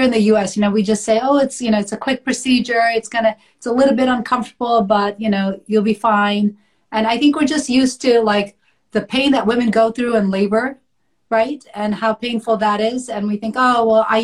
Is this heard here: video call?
yes